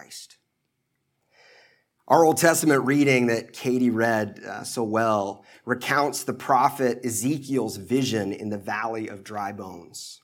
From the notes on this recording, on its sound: at the Washington National Cathedral in 2008